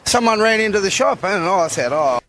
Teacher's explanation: And we often do it with the word and, which you're going to hear him do. He's just going to say n instead of and.